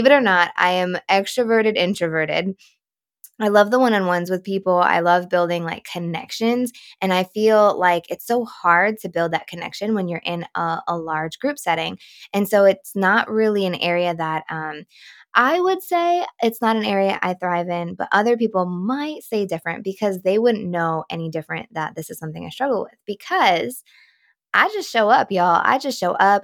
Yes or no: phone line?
no